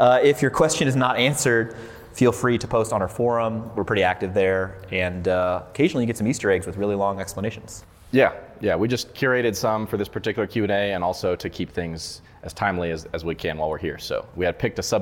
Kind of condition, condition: setting, busy venue